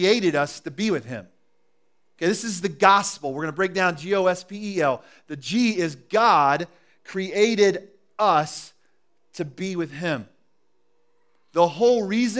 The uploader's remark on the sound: recorded at The Calling Community Church locate in Platte City, Missouri